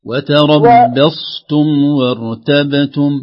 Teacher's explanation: الصاد ما في قلقلة. القلقلة في وارتب في الباء